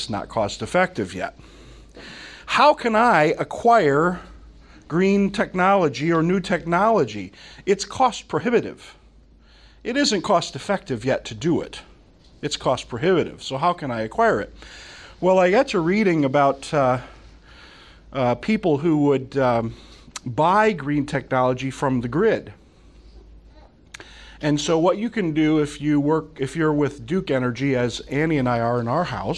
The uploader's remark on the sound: From the Summer 2015 Clearnote Conference.